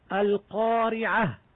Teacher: يجب الانتباه إلى همس الهاء عند الوقف عليها، خاصة إن كان ما قبلها مفتوحا حتى لا تقرأ ألفا. مثال: القارعة، حتى لا تقرأ القارعة، لأن ذلك لحن في التلاوة.